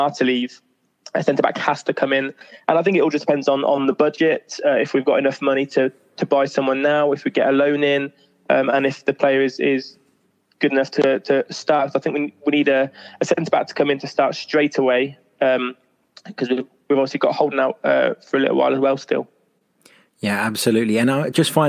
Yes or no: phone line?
yes